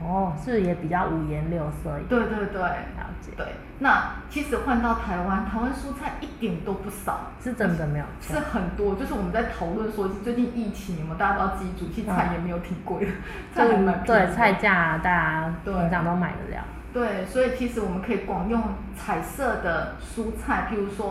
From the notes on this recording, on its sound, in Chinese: 因更換錄音地點，聲音有點空曠，再請多多包涵